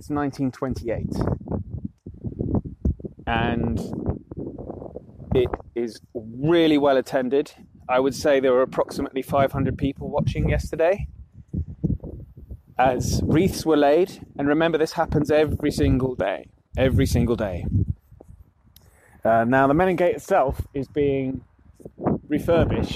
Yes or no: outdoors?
yes